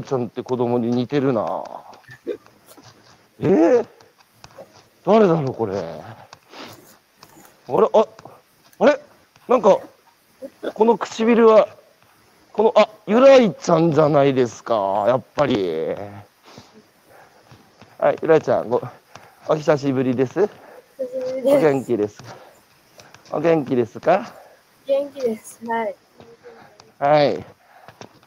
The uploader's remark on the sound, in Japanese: 歩きながら1時間、対談する